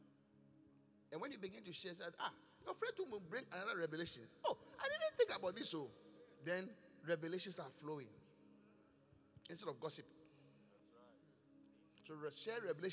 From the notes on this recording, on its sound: Preached at The Qodesh